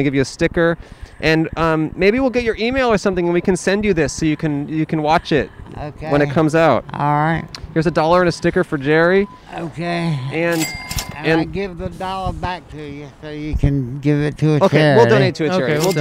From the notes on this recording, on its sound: We recorded an episode at a park for dogs! Recorded on 12/30/20 at the South Pawsadena Dog Park in South Pasadena, California.